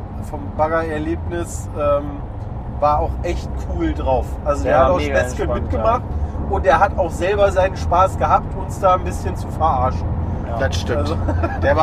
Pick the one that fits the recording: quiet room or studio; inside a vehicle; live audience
inside a vehicle